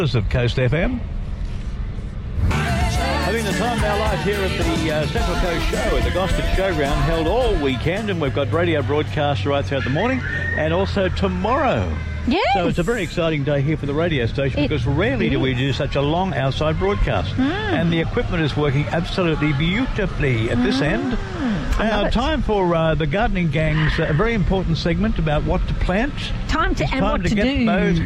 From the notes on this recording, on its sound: Live from the Central Coast Regional Show. We were live at the Central Coast Regional Show.